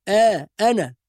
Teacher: والهمزة دائما مرققة آ أنا